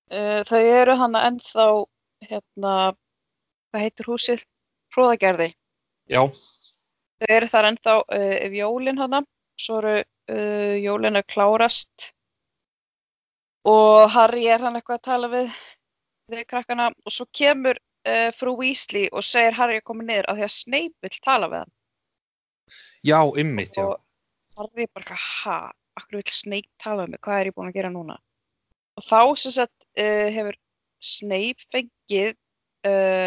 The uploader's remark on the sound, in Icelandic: hittast á Skype